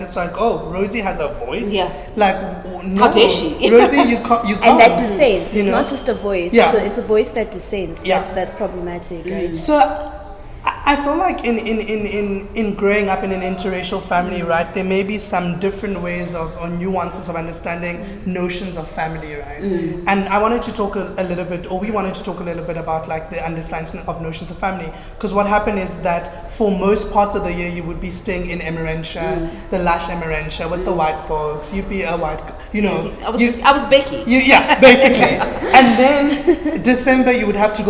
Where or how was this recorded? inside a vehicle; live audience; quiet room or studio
live audience